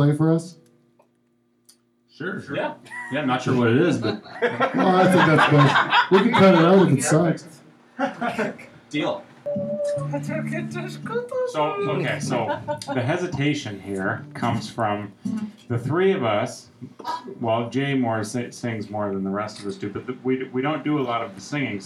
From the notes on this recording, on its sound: Live From Orangeville!